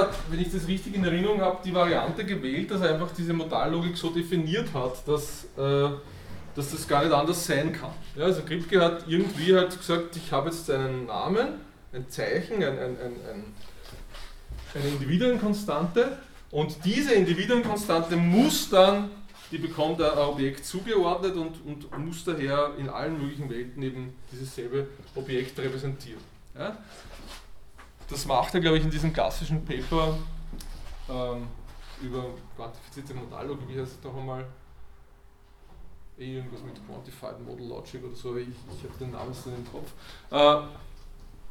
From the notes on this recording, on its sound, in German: Diese Vorlesung wurde von Studierenden aufgenommen